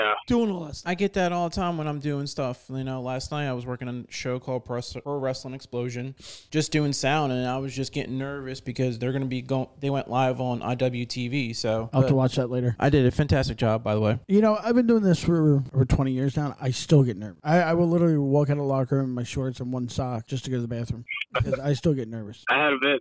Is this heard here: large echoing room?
no